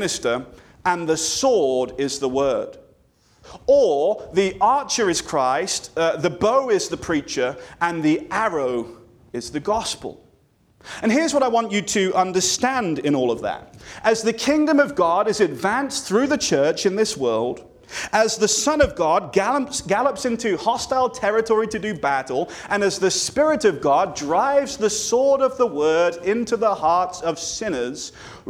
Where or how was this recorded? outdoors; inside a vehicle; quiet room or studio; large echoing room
large echoing room